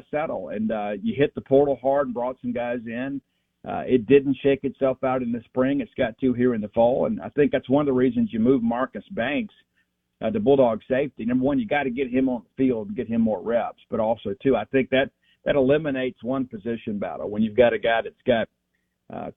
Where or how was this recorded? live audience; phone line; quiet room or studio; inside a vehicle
phone line